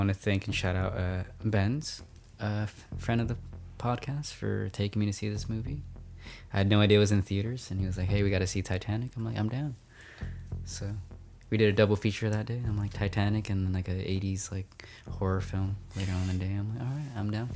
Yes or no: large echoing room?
no